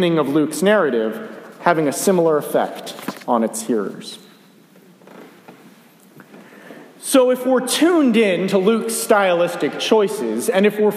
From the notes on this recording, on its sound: A sermon for the 1st Sunday of Advent. I was honored to be invited to preach at Dumbarton United Methodist Church here in Georgetown for the 1st Sunday of Advent.